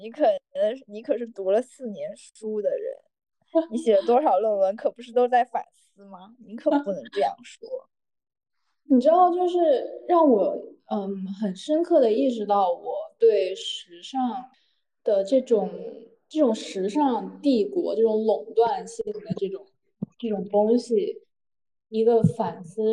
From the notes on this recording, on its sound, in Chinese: 本期节目我们三个人分别位于北京，上海，乌鲁木齐，异地录制初次试水可能不够精致与流畅。